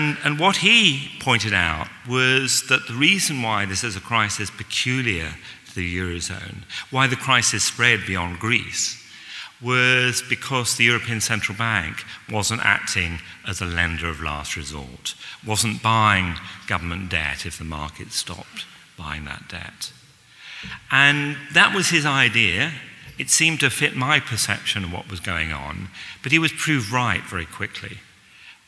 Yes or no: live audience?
yes